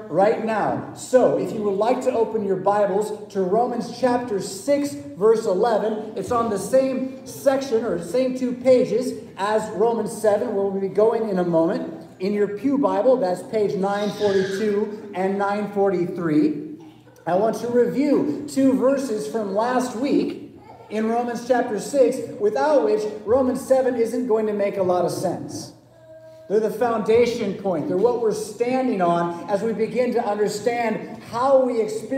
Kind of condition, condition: setting, large echoing room